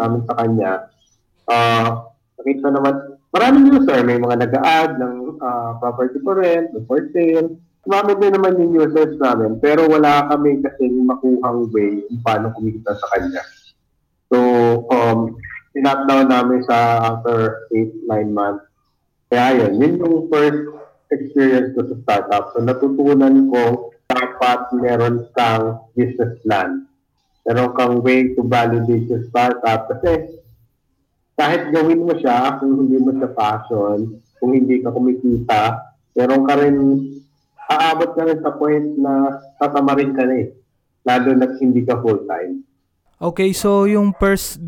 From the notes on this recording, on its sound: The audio is kinda lossy because, we are having a bad connection while recording this episode.